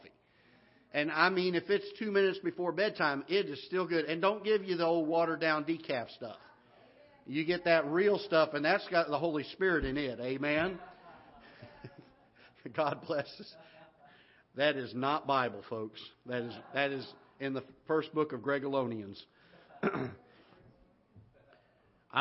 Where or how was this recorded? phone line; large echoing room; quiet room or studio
large echoing room